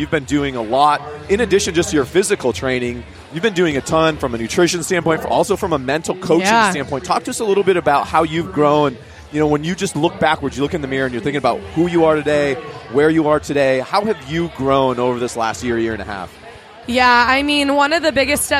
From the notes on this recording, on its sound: Live From The Gym. The gang is broadcasting live from the floor for Friday Night Lights at Industrious. The energy is off the hook!